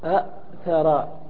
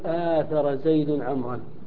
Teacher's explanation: لا، ما في إدغام هنا، هنا قلب، قلب هنا قلب، يعني إبدال، أبدلنا الهمزة الثانية من جنس حركة الأولى، يعني أبدلناها ألفا · Shown in: second take